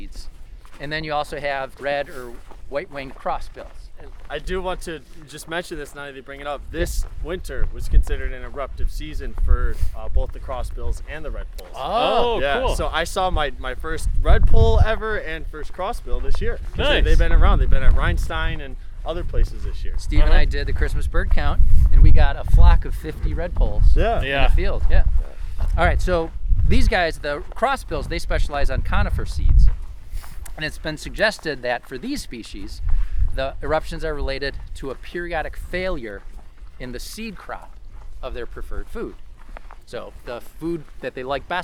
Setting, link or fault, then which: setting, outdoors